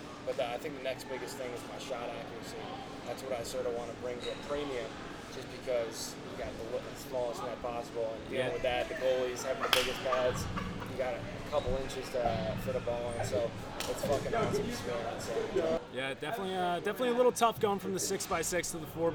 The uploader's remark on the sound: Live From The 2018 LASNAI